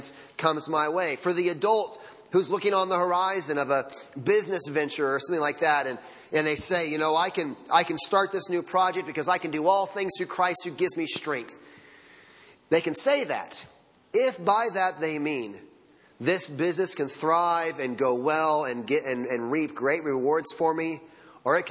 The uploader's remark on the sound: Sunday Morning Sermon Audio